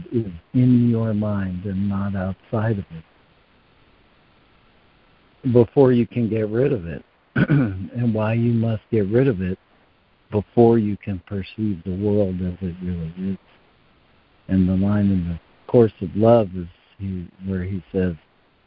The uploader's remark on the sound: ACIM Daily Conference Call